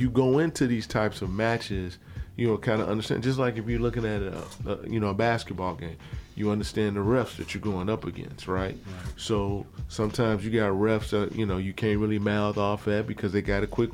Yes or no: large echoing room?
no